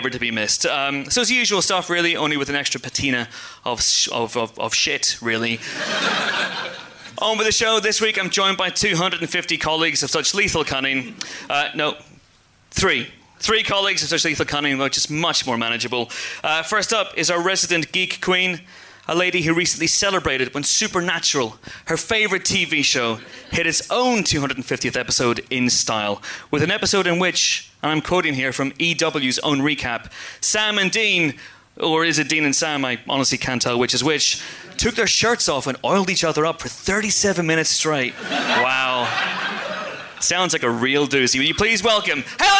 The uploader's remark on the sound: We're LIVE at the Prince Charles Cinema in London's Leicester Square. A sold-out crowd of pod-fans.